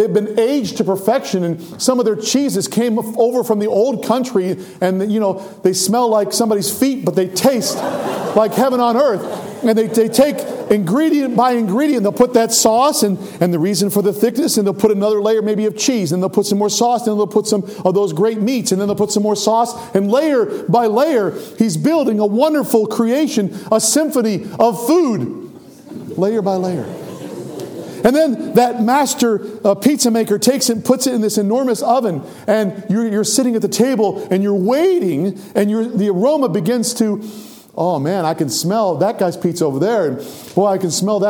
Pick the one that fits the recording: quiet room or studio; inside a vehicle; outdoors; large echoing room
large echoing room